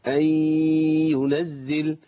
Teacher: انا باجي عند مخرج الياء وابتدي اركب غنه من الانف، فتبقى ايه اي كده حققت الادغام وفي نفس الوقت حققت الغنه مع الياء الاولى اول المشدد. · Term: غنة ادغام